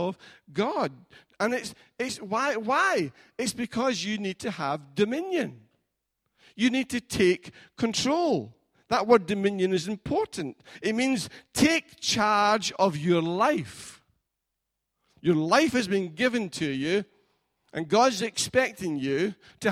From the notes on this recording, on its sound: Recorded at freedomcentre church, Preston on Sunday 2nd June 2019